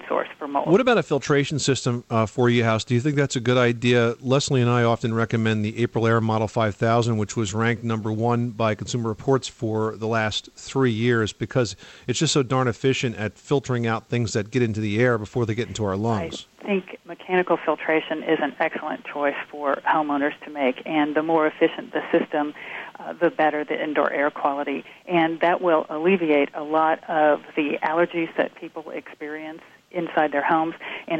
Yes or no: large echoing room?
no